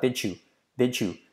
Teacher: la D y la Y se convierte en una J.